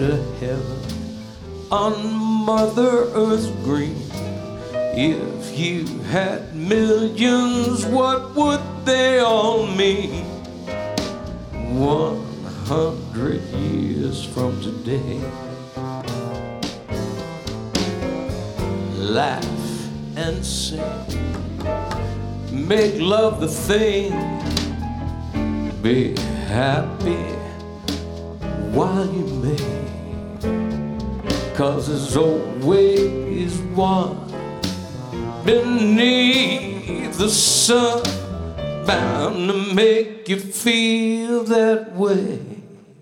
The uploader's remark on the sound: Live at the SouthPoint Casino